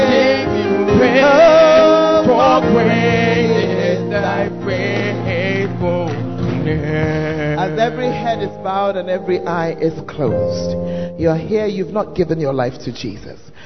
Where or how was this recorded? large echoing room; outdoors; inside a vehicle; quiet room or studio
large echoing room